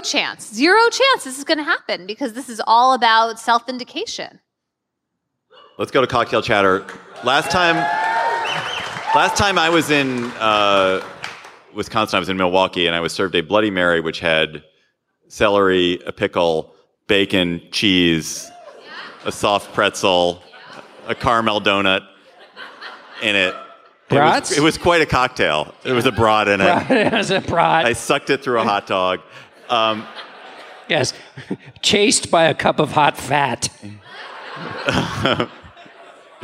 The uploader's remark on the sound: Live from Madison! Take the show on the road.